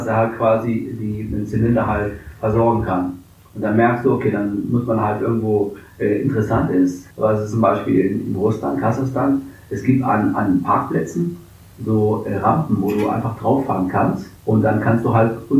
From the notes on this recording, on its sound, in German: Das folgende Gespräch war eine unserer ersten Aufnahmen und leider ist die Tonqualität alles andere als perfekt.